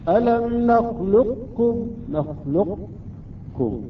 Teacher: نضرب على القاف ونرفع اللسان من مخرج الكاف · Term: إدغام ناقص